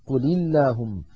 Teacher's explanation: الساكن الأول اللام الساكنة من فعل الأمر قل مع اللام من اللهم، فحرك الأول بالكسر فصار قل اللهم.